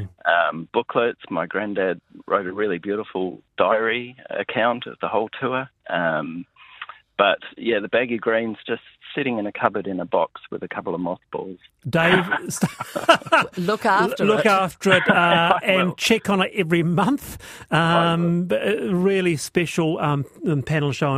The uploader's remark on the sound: we listeners call in for show and tell